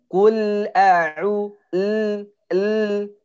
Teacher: Harus ditebalkan hurufnya ya harus diistilahkan ya kul pada lam di sini lam ada tawasudnya jadi nggak boleh langsung hilang suara